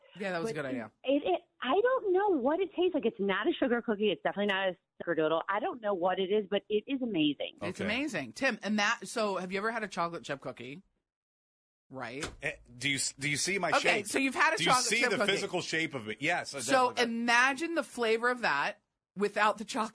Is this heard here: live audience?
no